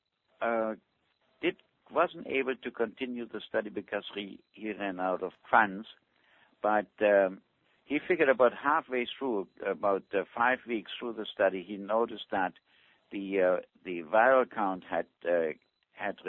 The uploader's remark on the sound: Avena Originals Conference Call.